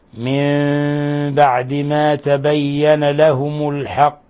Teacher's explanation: فإن النون تقلب ميما مخفى · Term: إقلاب